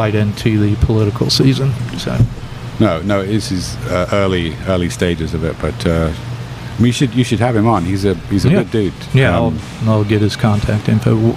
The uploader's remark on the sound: Recorded at Emerald Republic Brewing.